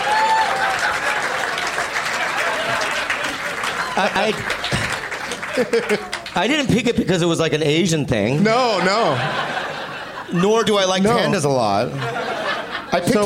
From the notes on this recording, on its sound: Live from Zanies in Nashville